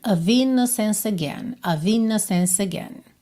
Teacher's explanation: ele juntou o C final de innocence, que o E final seria mudo, certo?